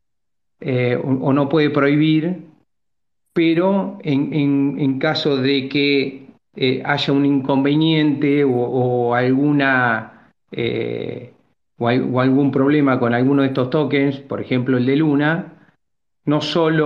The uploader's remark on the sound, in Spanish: El evento fue grabado el 14 de noviembre de 2023, vía Twitter Spaces.